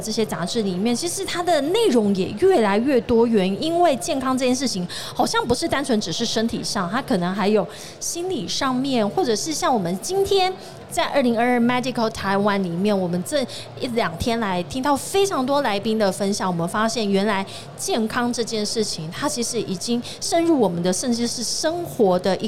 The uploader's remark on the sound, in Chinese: 2022 Medical Taiwan台灣國際醫療暨健康照護展 -Live Podcast